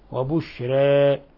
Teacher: ورش ليس له الإمالة إنما له التقليل، وبشرى في عندنا وبشري هذه إمالة كبرى، وفي عندنا بشرى هذا فتح، وفي عندنا بين الإمالة والفتح وبشرى.